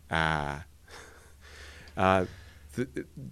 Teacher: the most front and the most down is ah. Let me make that a little more front, ah.